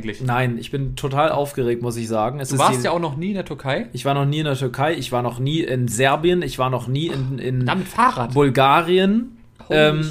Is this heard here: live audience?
no